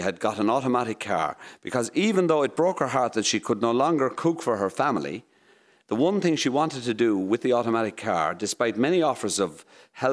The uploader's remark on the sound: Recorded in front of a live audience at the Aviva Stadium.